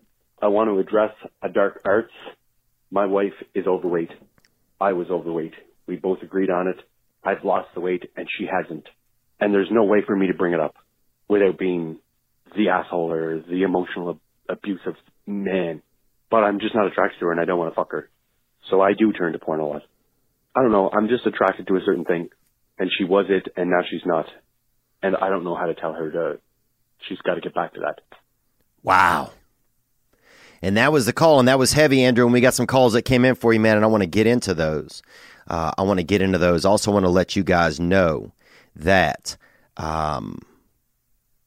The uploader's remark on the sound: Best Call in Question yet came in from the hotline.